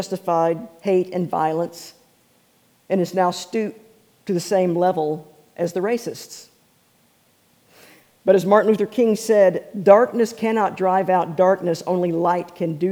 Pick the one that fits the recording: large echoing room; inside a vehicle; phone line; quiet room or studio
large echoing room